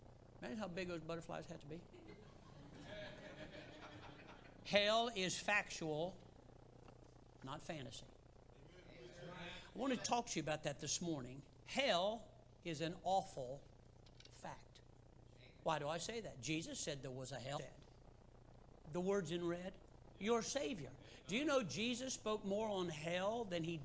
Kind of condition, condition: setting, large echoing room